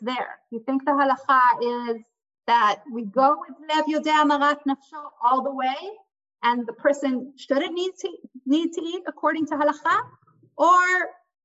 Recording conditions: video call